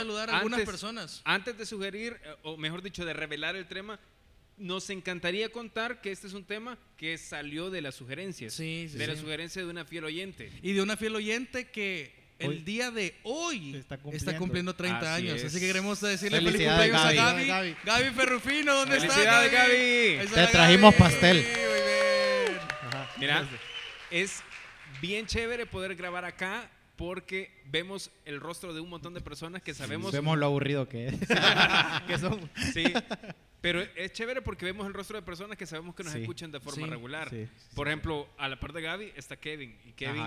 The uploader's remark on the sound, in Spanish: Especial en vivo de aniversario. Grabamos un episodio en vivo desde Paradigma con invitados y participaciones especiales.